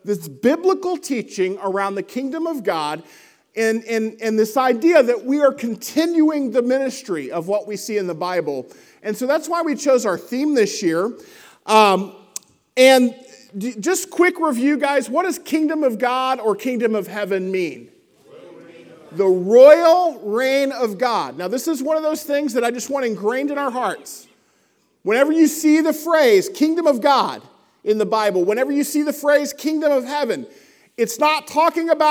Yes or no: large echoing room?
yes